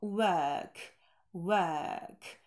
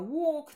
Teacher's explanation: Отметила лишь чуть-чуть подкорректировать в произношении work, работа, работать, work, work. Долгий шва, такой нейтральный берем шва, и удлиняем его · Shown in: first take